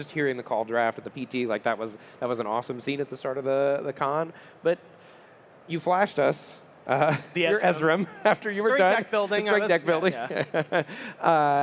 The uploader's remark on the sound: Live From Magic Con Chicago. We are coming to you LIVE from the main stage at Magic Con Chicago.